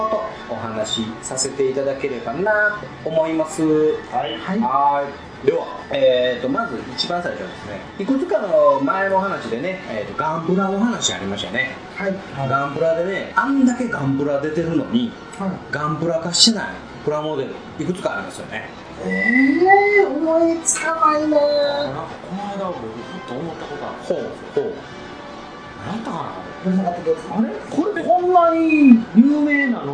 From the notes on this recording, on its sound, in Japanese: 今回もカラオケボックス収録が音源ですので、ちょっと聞きづらいかもしれません